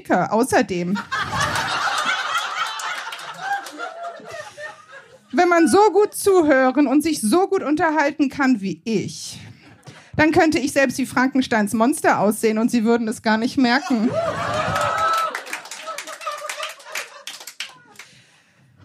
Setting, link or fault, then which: setting, live audience